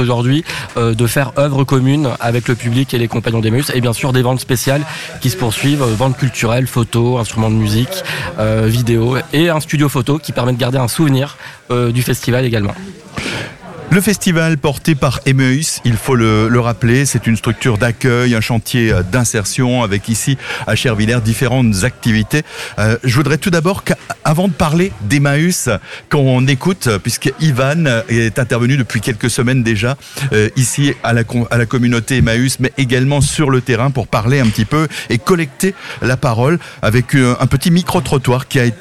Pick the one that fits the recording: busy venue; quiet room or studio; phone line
busy venue